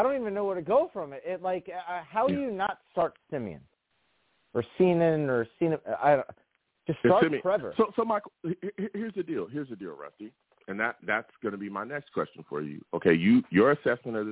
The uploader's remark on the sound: New York Jets VS Miami Dolphins post-game show! I take live callers!